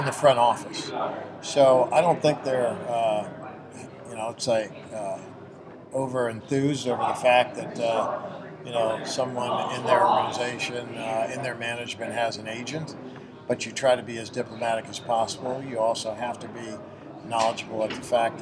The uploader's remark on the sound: recorded around a piano at the Gaylord Opryland Hotel